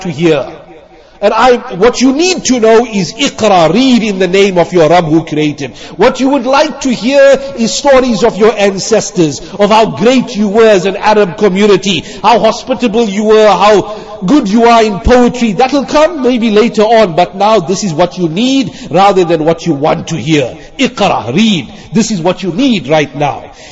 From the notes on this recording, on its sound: Jumuah lecture